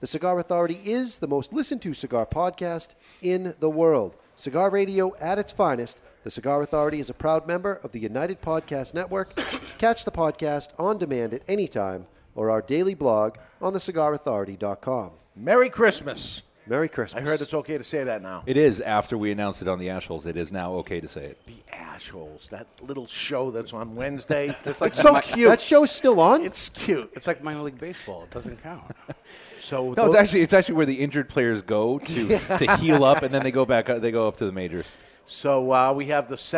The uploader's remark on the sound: This week The Cigar Authority broadcasts live. The Cigar Authority is a member of the United Podcast Network and is recorded live in front of a studio audience at Studio 21 Podcast Cafe upstairs at Two Guys Smoke Shop in Salem, NH.